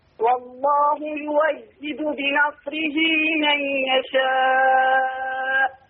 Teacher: ورش يبدل الهمزة واو مفتوحة